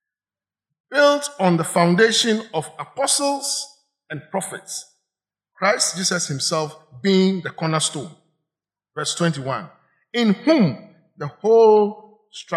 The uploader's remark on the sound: Sermon preached at CBC Shiashie Campus